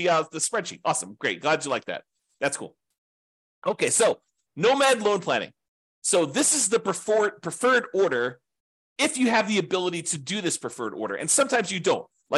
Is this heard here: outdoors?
no